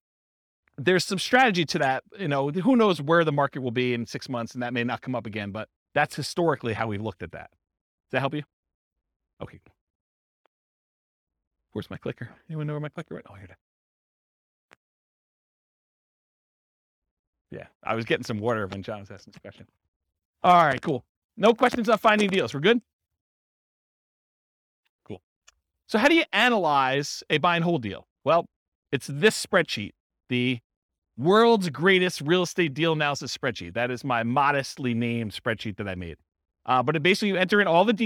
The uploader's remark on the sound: This was a live class recorded